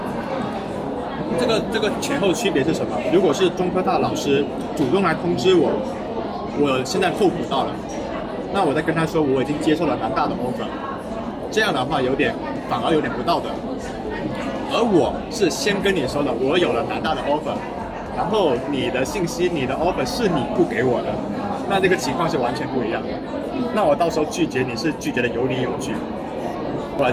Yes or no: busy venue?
yes